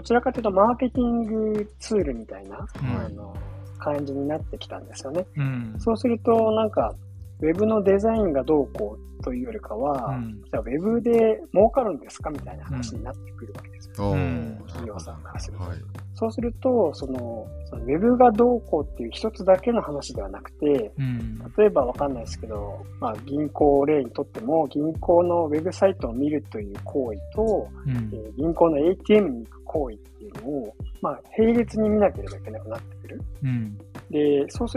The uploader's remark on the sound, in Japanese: 機材不良のため、定期的に雑音が入りお聞き苦しい箇所がございます。